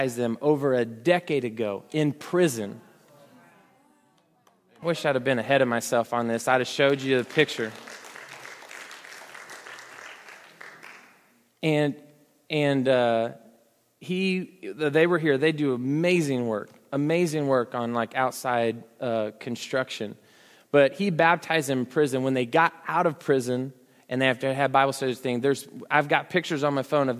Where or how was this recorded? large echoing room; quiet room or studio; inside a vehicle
large echoing room